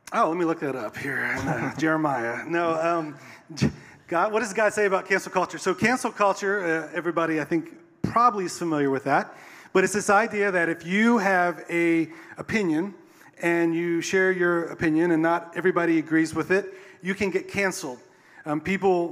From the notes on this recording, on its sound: Recorded a Podcast Live On Stage. Recorded last Sunday on stage.